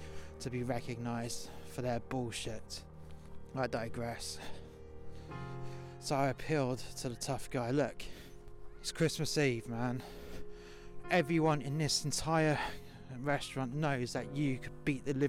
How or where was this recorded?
outdoors